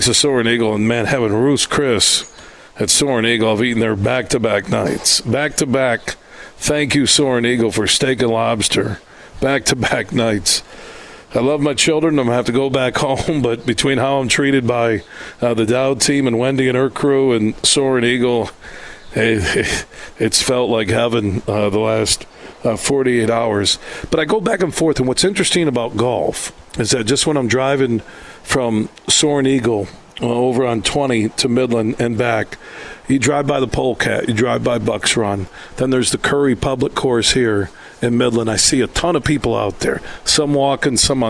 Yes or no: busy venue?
yes